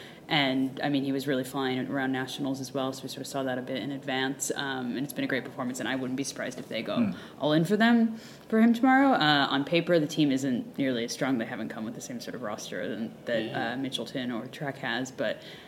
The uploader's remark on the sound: Recorded moments after the completion of Stage 5 of the 2020 TDU